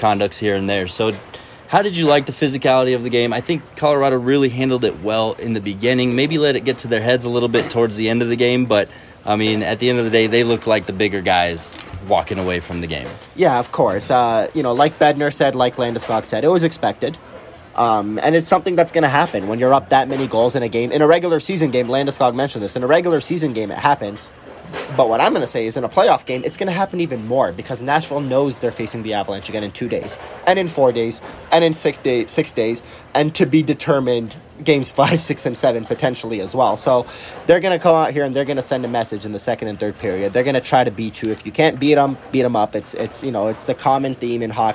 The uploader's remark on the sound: Record a quick hit post-game show at Ball Arena. They chat about the deafening crowd.